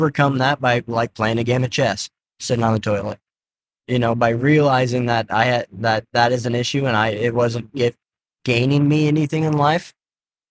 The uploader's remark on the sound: Set up the mics in the Tacoma as we're headed for the mountians to shred the gnar. Lost most of it due to technical difficulties with the mobile set up.